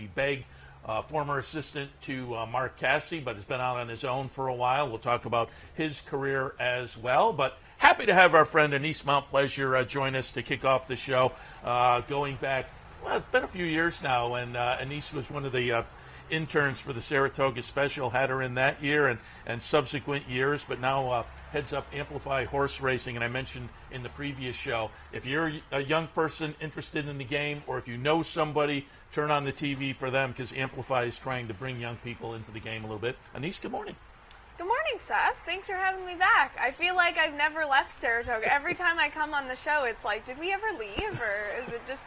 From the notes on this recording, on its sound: live from Saratoga Race Course